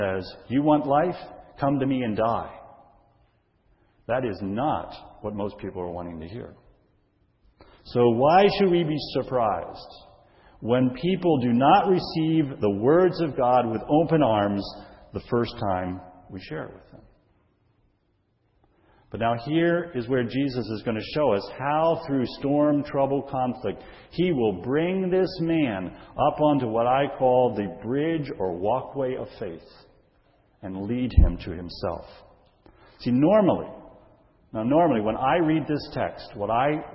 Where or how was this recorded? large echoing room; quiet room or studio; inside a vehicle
large echoing room